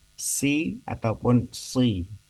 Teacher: Huruf sin dan huruf sod itu sama-sama pengucapannya, yaitu diucapkannya dengan menurunkan lidah itu ke arah gigi seri bawah. Ini si ataupun si.